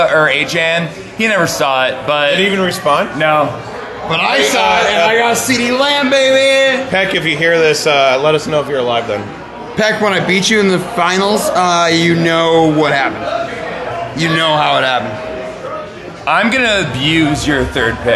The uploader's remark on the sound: live from blue light in SF!